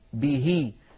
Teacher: وإن كانت مكسورة هي مثل بهي، يشبعون كسرتها حتى يتولد منها ياء لفظية، بشرط أن تقع الهاء بين متحركين.